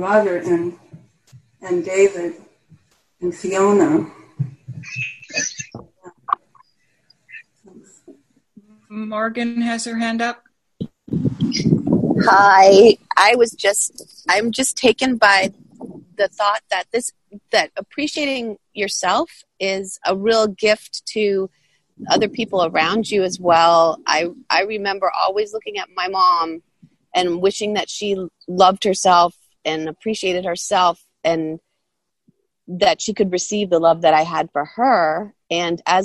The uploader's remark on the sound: Senior Sangha May Zoom